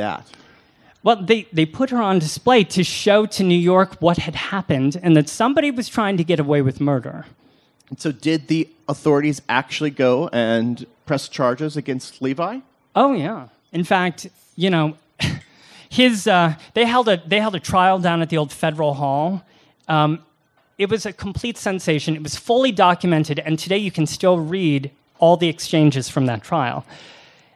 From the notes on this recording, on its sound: A live recording of our last show at the storied venue, recorded on Halloween night 2019. ALIVE at Joe's Pub. We’re presenting to you a live recording of our last show at the storied venue, recorded on Halloween night 2019.